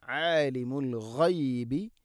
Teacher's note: ആലിമുൽ ഗൈബി അൽ ഗൈബ് ഗൈൻ, ആലിമുൽ ഗൈബി ഗൈൻ തൊണ്ടയുടെ മുകൾ ഭാഗമാണ്